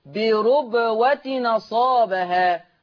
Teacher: الساكن هنا التنوين، يبقى حرك التنوين بحركة الهمزة، فالتنوين هنا هيتنطق، ما هو التنوين ما هو إلا نون، فهنطق هنا هتبقى نون مفتوحة · Term: النقل